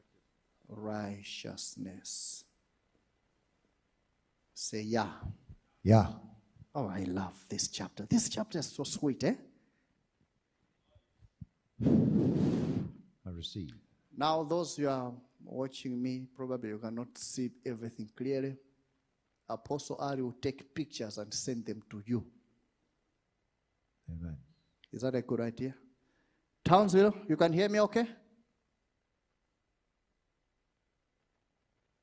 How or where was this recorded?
large echoing room